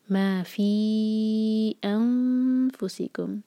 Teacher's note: ما دو حرکہ، فی چار حرکہ. آگے الف سے ورڈ شروع ہو رہا ہے اس لیے یہاں پر ہمیں چار حرکہ کھینچنا ہوگا.